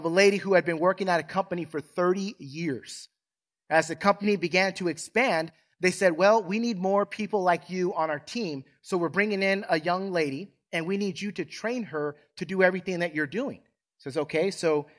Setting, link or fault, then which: setting, large echoing room